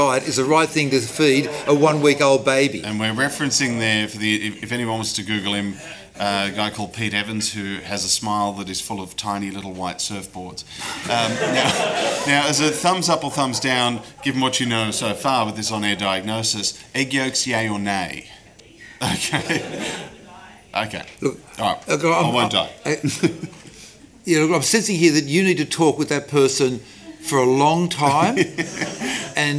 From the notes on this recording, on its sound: Live audio recording from #Skepticon 2017 held in Sydney.